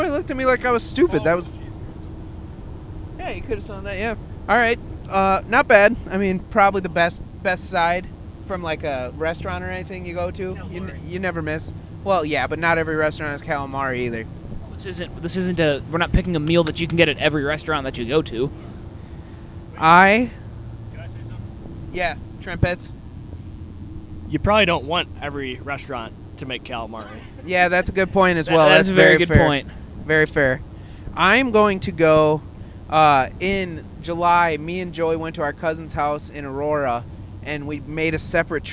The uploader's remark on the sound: We recorded live on the way to Columbus